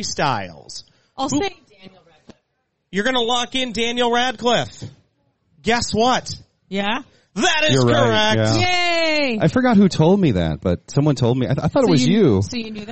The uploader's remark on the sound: Live from the Fair. LIVE from the Minnesota State Fair!